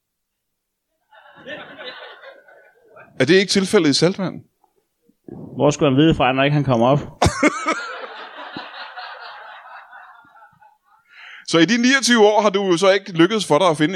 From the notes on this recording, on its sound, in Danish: LIVE fra Ramsømagle. Endelig tilbage i Ramsømagle foran et levende publikum.